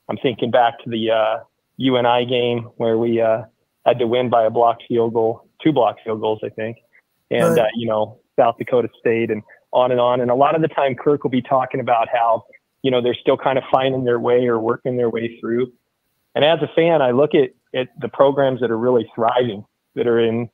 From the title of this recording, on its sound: Iowa Hawkeyes Call-In Show